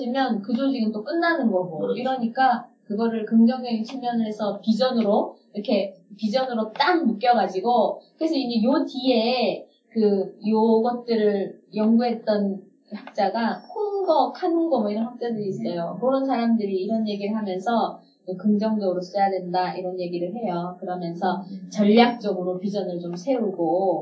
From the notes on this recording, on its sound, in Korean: (1회부터 3회까지 음질이 고르지 못해 양해부탁드립니다.)